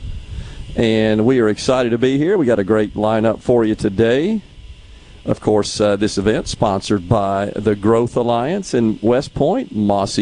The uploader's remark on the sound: The JT Show is LIVE from Mossy Oak in West Point getting you geared up for the 43rd Annual Prairie Arts Festival kicking off this weekend.